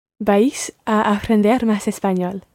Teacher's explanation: It's almost like one syllable. You're pronouncing it ever so slightly as two syllables there, vais. But run them together and just say vais.